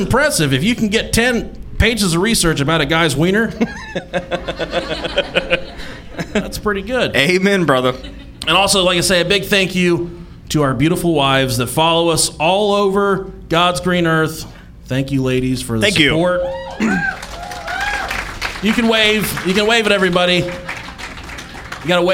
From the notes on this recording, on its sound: This is a special recording from our live show in Indianapolis.